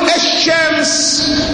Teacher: لما تقول الشمس كأنك ربطت الألف بالشين · Term: الحروف الشمسية